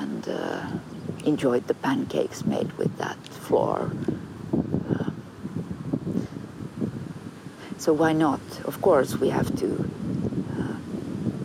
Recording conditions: outdoors